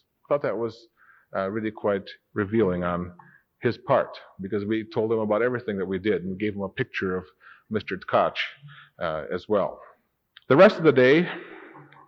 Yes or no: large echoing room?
yes